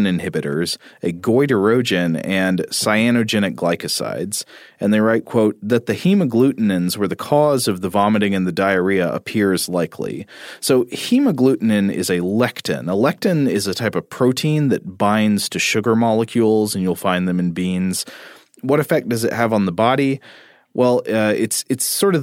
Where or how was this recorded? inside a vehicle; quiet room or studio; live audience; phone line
quiet room or studio